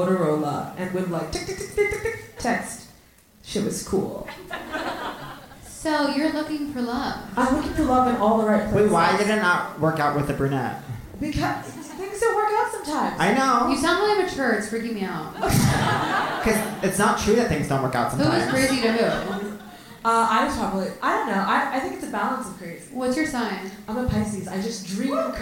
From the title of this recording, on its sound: Live From The Bell House